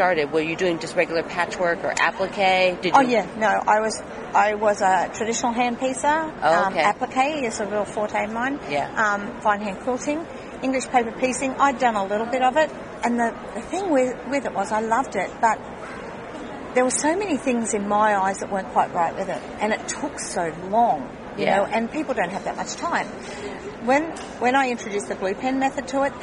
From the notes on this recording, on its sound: This whole show is done from the Trade Show in Houston TX. I set up interview and then we try to find a somewhat quiet spot near my guests booth so I don't have to have them go to far.